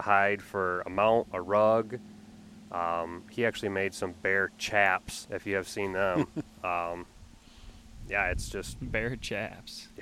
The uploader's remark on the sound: Coming to you live from bear camp in the upper peninsula of Michigan